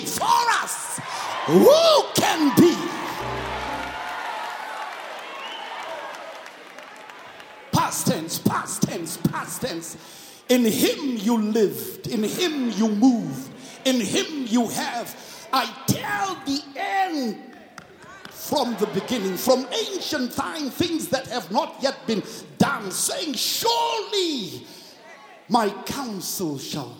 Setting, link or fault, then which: setting, large echoing room